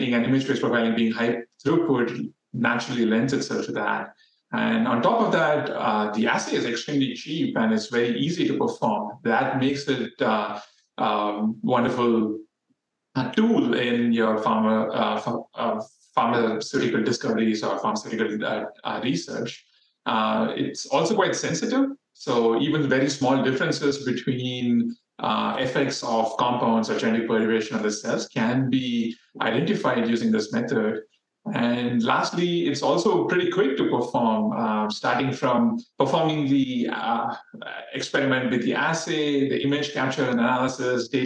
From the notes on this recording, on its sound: The webinar was recorded on Friday, January 12, 2024